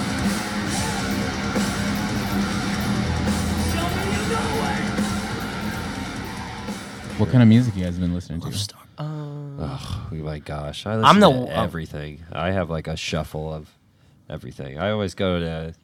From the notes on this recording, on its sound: Playing in Dallas at the Gas Monkey Bar and Grill.